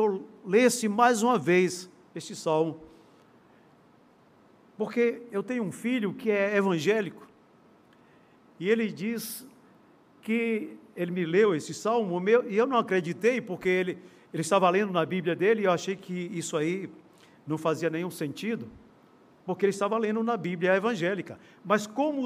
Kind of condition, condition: setting, live audience